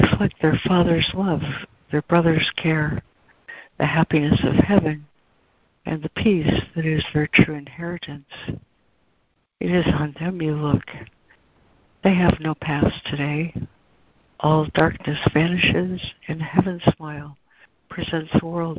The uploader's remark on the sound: ACIM Daily Conference Call.